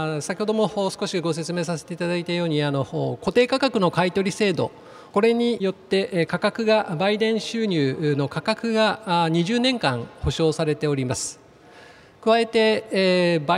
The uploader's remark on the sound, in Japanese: 東京証券取引所で開催した「J-REITファン2018」に登壇した